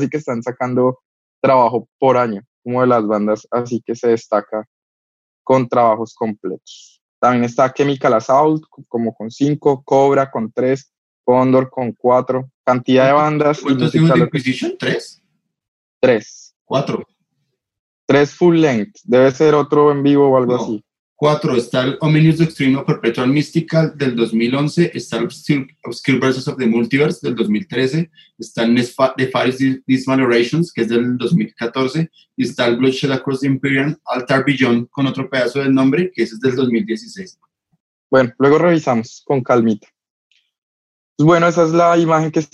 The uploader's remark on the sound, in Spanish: En línea, desde Bogotá - Colombia.